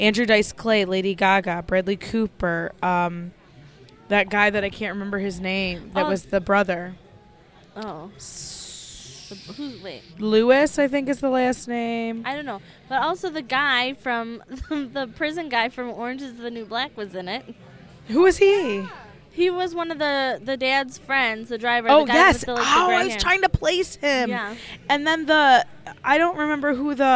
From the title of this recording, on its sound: Live at Applebees